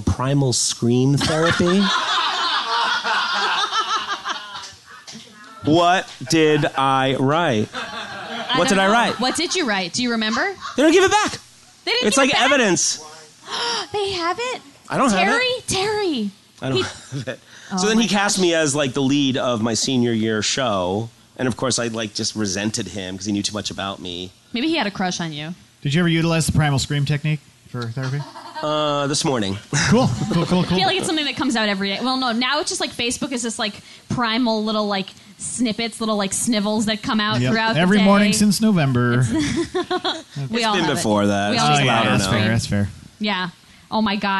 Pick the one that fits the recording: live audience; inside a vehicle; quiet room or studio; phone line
live audience